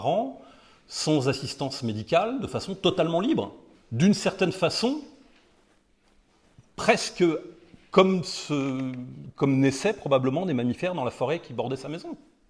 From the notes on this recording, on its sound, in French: Conférence donnée lors de la VIIIeme université d'été d'Academia Christiana "Bâtir quand tout s'effondre".